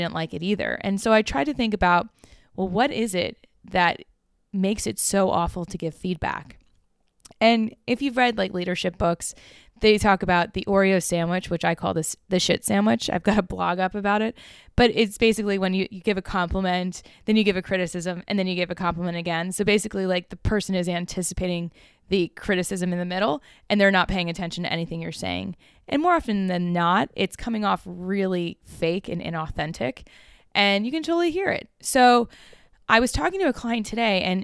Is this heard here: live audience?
no